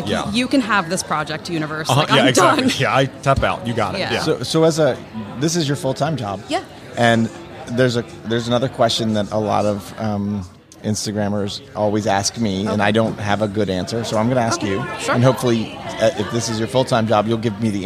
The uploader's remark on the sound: LIVE from HAVEN 2022